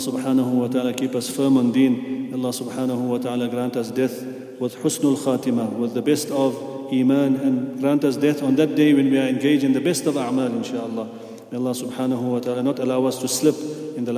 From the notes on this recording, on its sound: at the Houghton Masjid (West Street)